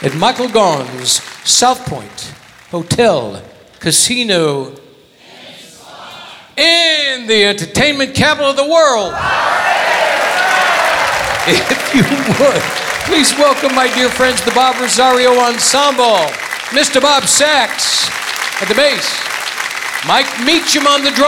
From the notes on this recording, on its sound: Live at the SouthPoint Casino